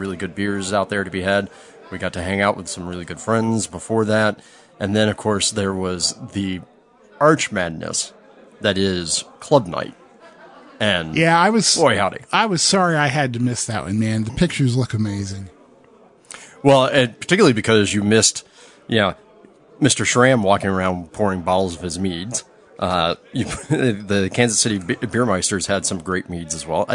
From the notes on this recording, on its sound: live from the Southern California Homebrewers Fest